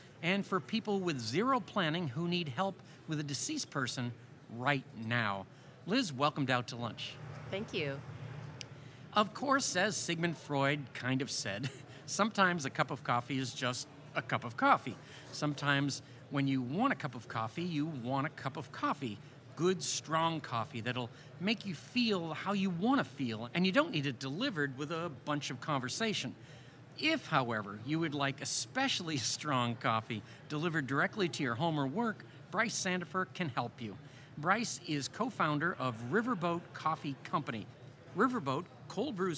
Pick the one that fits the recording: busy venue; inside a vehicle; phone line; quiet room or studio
busy venue